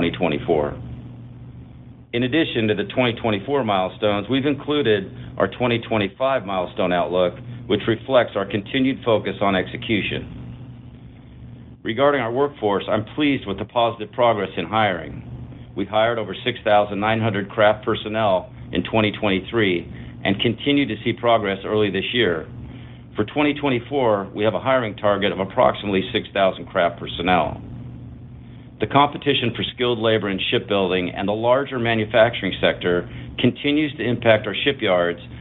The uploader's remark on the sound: Huntington Ingalls's Q4 2023 earnings call, unedited